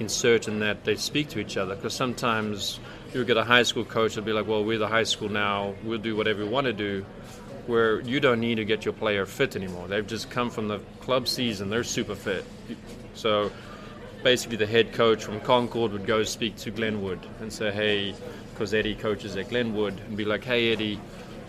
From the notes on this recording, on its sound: Live from Ivy Park Sports Bar and Grill